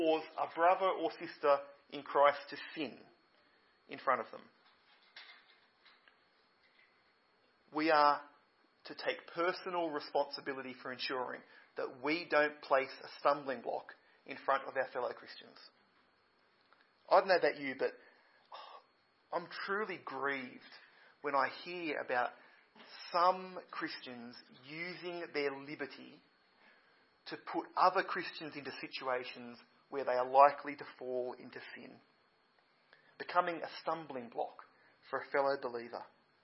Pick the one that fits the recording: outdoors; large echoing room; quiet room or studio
large echoing room